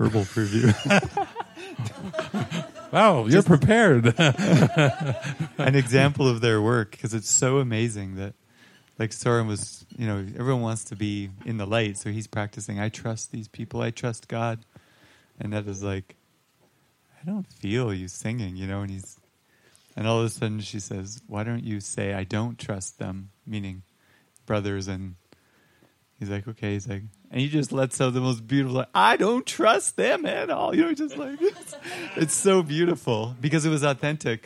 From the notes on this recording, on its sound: Recorded at a public Saturday night gathering at La Casa de Milagros in Chapala, Mexico.